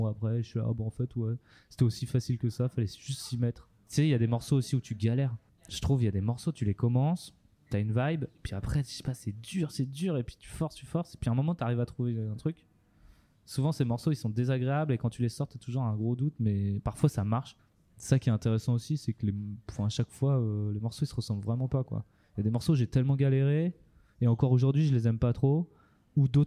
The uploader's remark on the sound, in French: Épisode réalisé lors du festival Campulsations 2023. Interview en collaboration avec Radio Campus Bordeaux.